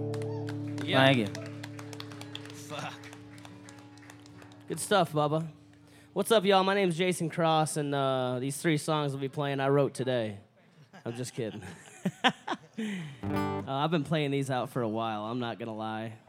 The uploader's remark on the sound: Rounds At Live Oak In Nashville